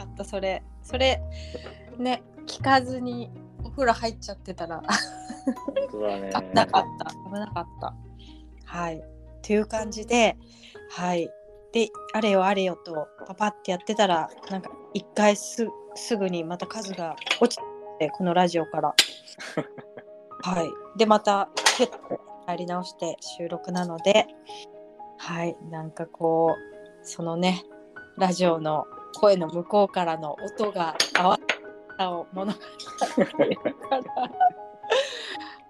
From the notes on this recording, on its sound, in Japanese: 食事の準備をしながらの収録。ドタバタの合間になんとか収録。